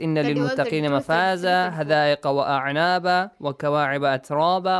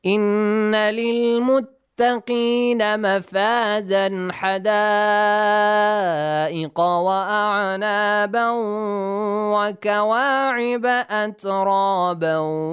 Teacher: We gotta pronounce those tanween, okay? We do not have to change it to alif · Shown in: second take